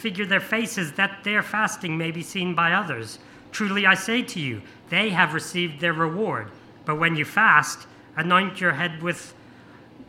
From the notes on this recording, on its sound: This sermon was preached on 28th May 2023 at all services of Helensburgh and Stanwell Park Anglican Church.